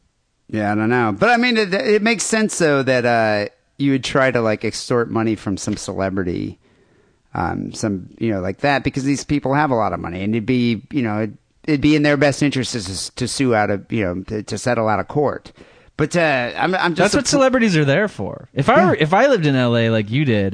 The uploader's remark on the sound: Phone calls and listener email.